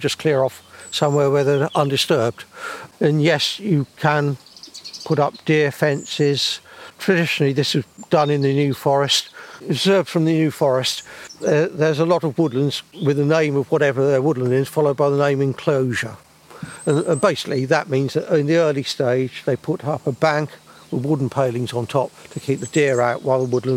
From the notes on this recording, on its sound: Our Landscape listening this month was recorded on a windy night at Freshwater Bay at high tide.